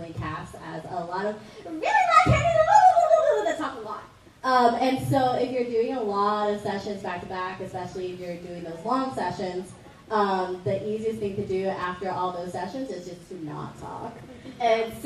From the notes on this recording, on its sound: Today we're taking you into the Voice Actor Panel at Ba-Con 2023, hosted in Pasadena, Texas. This is quite a large gathering of voice actors from across anime, cartoons, TV shows and everything in between.